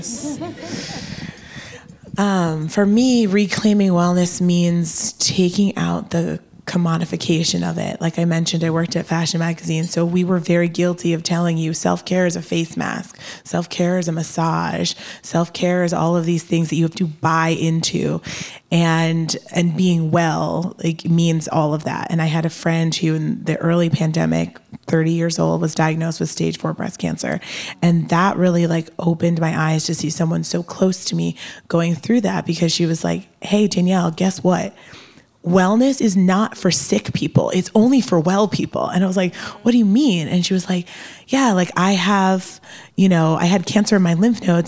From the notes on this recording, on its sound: we are live from HBCU North Carolina A&T University